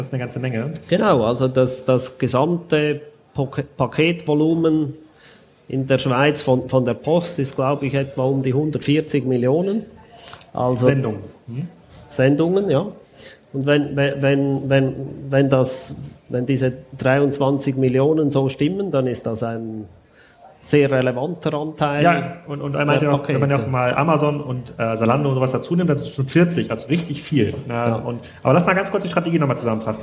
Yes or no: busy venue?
yes